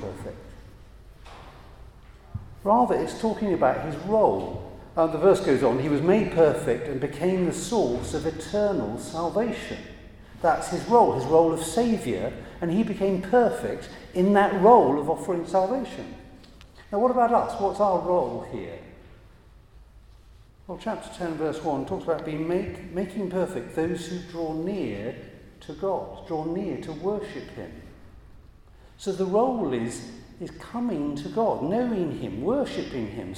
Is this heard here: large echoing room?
yes